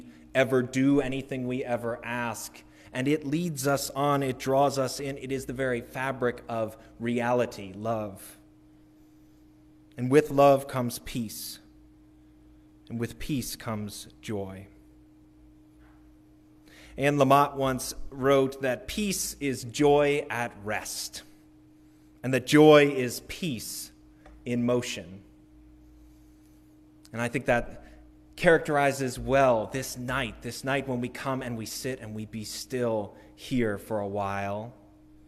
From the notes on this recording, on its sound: Recorded at the Christmas Eve Candlelight Service December 24, 2022. Music recorded during worship.